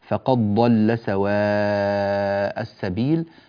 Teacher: إدغام الدال في الضاد